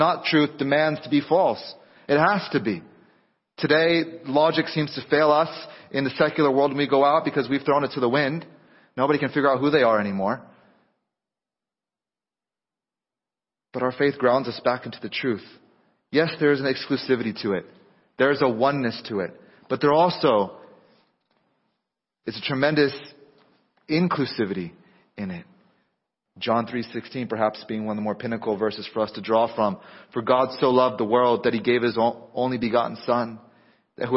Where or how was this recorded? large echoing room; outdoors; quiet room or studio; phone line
large echoing room